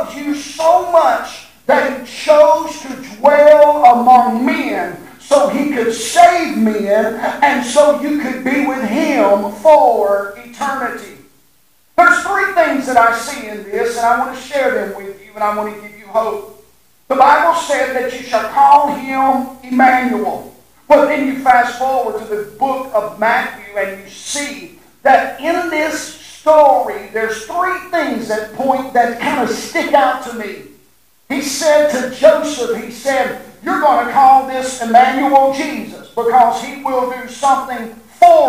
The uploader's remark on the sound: Sorry for the Audio Issues.